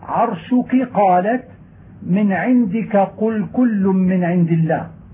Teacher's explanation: وجب بيان الكاف لقرب مخرجها من القاف وشبهها بها